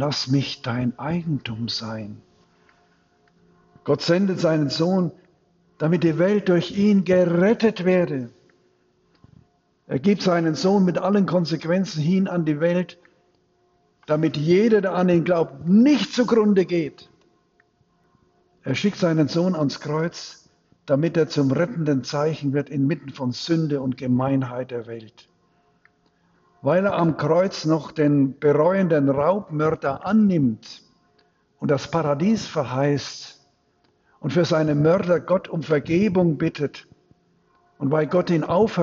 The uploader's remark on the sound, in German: Predigt am Dreifaltigkeitssonntag in Großenbuch und Dormitz